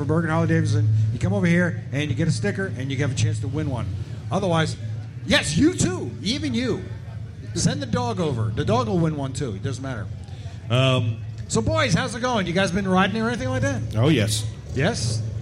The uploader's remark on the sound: Live from Bergen Harley Davidson